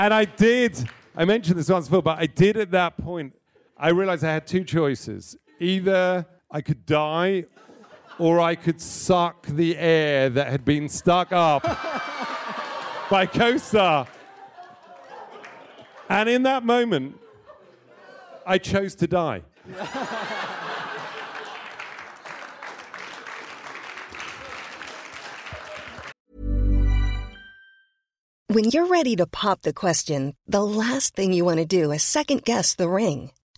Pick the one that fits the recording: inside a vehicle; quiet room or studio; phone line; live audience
live audience